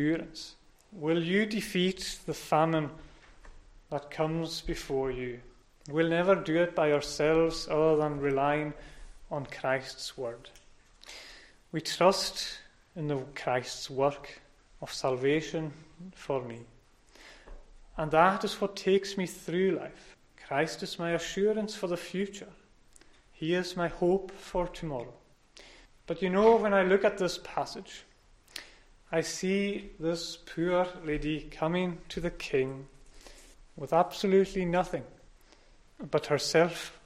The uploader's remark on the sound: Sunday Evening Service recorded at North Harris Free Church on 10th October 2021